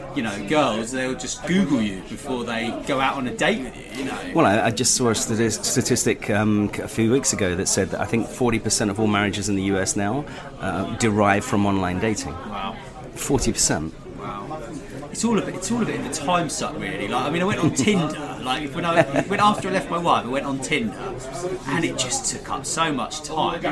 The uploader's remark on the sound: In this live interview at "The Arts Club" Dover Street